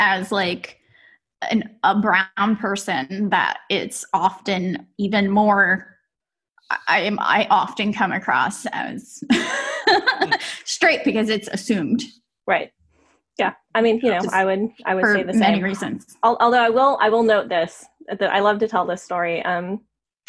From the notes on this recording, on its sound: This was recorded June 11, 2020, as part of a series of Pride Month virtual panels hosted by Awesome Con and Rose City Comic Con. As part of a series of Pride Month virtual panels hosted by Awesome Con and Rose City Comic Con , part of LeftField Media.